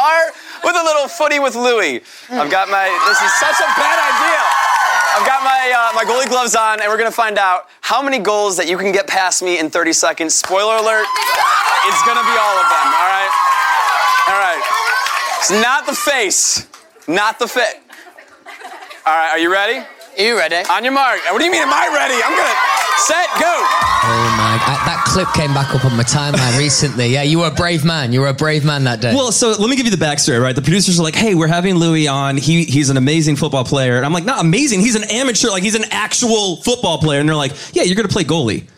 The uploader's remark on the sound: We've taken the Spout Podcast on the road for a special episode. In front of an invite-only studio audience!